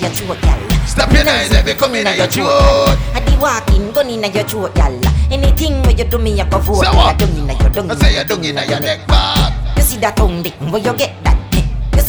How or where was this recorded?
busy venue